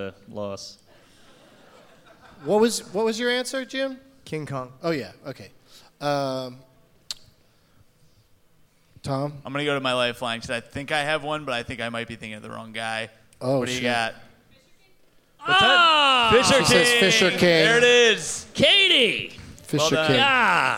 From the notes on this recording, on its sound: Live from the Gramercy Theatre in NYC